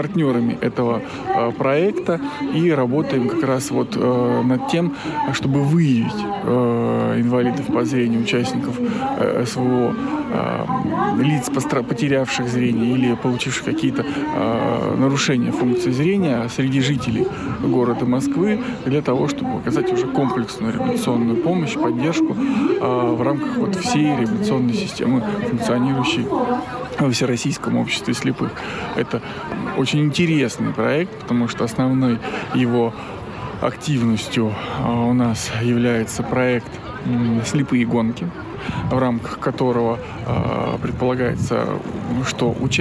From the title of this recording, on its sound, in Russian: Актуальный репортаж. Мероприятие, посвященное Дню фронтовой собаки, состоявшееся в московском парке «Торфянка»